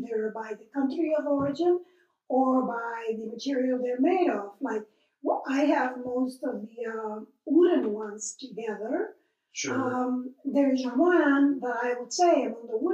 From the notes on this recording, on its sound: In their home. We apologize for the less than perfect audio.